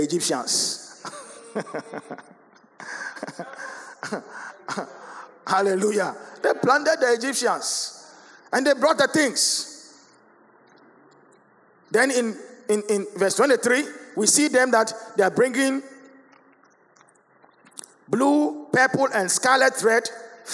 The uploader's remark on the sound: Sermon preached at CBC Shiashie Campus